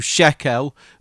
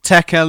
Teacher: in Aramaic and Hebrew, the sh sound and the t sound can be swapped